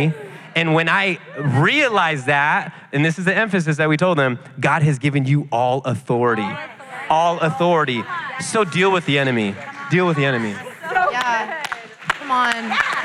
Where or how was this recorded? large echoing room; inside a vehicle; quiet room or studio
large echoing room